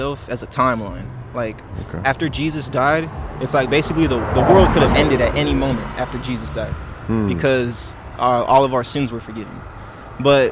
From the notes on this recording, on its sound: Outside A Hollywood Celebrity Church (Kicked Out). On Easter Sunday at a trendy Church in Hollywood, CA.